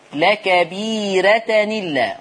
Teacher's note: رقق الراء طالما أن قبلها ياء في ورش